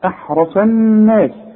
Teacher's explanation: الراء مفخمة والصاد مفخمة